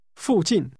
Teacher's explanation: This is pronounced with two falling tones.